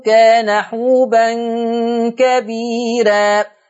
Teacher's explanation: كثيرة وكبيرة مرققة لورش لأن الراء مفتوحة ومسبوقة بياء مادية